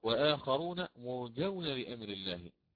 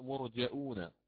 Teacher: أما الإمام ابن كثير فيقرأ مرجئون، فيقرأ: وآخرون مرجئون لأمر الله، فأضاف همزة بين الجيم والواو · Shown in: second take